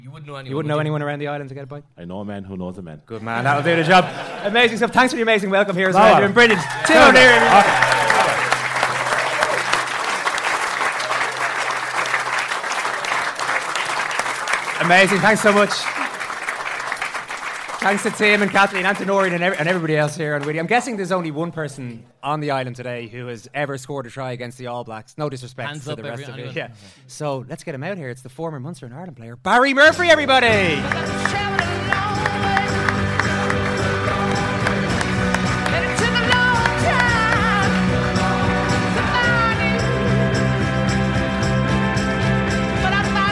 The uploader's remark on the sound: Live From Whiddy Island. Our beautiful al fresco breakfast. To all of our listeners who came over, to the community on Whiddy Island.